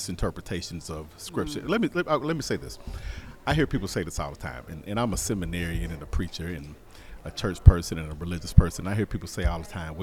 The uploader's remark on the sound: The Listening Lab visited the Starshine Summit in June 2023 and recorded conversations with attendants